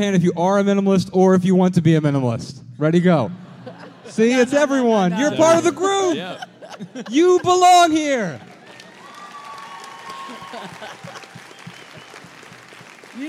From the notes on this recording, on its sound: Answer questions in front of a sold-out crowd in Dallas.